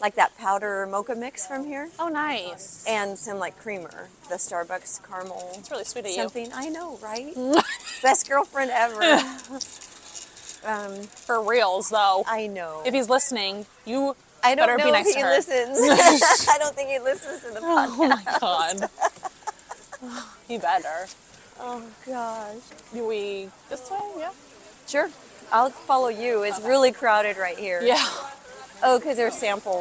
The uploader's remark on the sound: a Friday afternoon trip to Costco